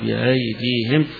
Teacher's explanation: كذلك إذا وقف عليها حمزة غير يسهل فيها أو يحقق، الجمهور يحققون بأيديهم، عند حمزة يقف عليها بالتسهيل ويقول بأيديهم، يعني بتحويل الهمزة هنا إلى بين الهمزة وبين الألف، بين الاثنين وهي تسهيل، يعني كأن ينطقها من آخر الحلق يخرج بأيديهم.